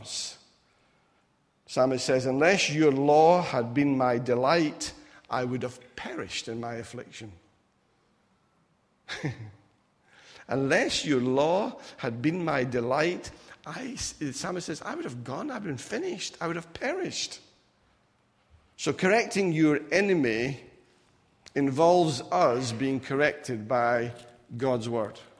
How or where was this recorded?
large echoing room